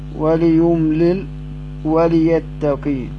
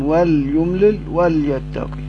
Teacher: بكسر اللام فيهما على الأصل · Shown in: first take · وليملل وليتقي، والجمهور بالسكون، وليملل وليتقي.